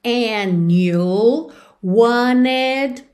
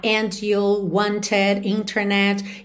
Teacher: no inglês americano, às vezes eles fazem esse truque de ignorar o T ou o D e juntar pelo N · Shown in: first take